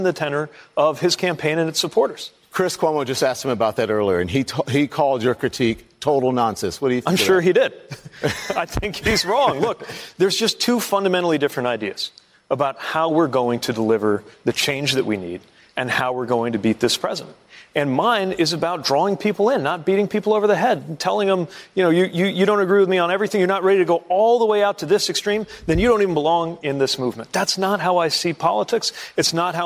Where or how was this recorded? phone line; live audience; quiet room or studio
live audience